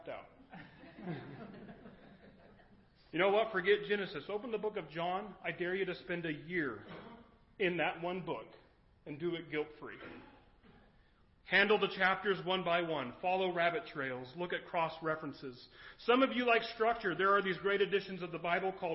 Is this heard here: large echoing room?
yes